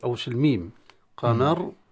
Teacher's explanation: القاف نعم، الراء نعم، لكن الميم اللي في الوسط لا، مرققة · Term: ميم مرققة